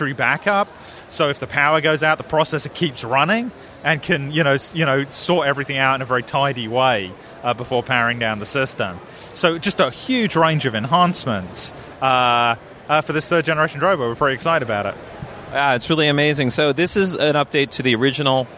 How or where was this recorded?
busy venue